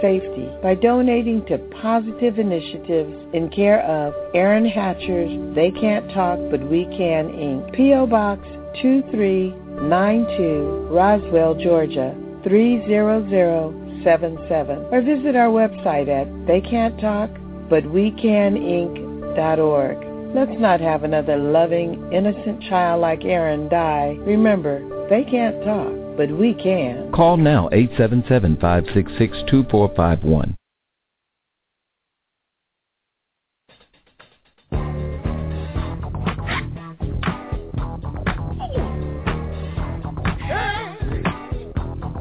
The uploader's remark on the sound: open up the phone lines